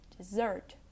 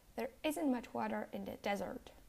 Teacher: You can identify the difference by paying attention to which syllable is stressed. The word dessert has its stress on the second syllable, dessert, whereas desert with only one S has its stress on the first syllable.